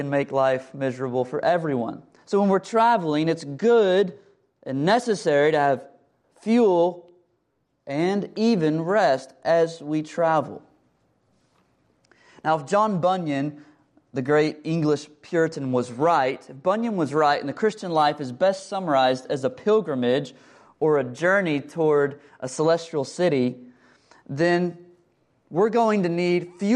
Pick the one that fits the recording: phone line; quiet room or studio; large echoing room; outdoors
large echoing room